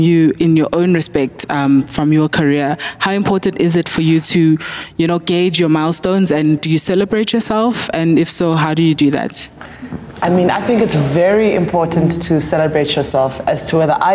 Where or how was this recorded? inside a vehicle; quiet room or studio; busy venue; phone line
busy venue